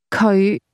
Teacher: The Cantonese word he is pronounced with a low rising tone.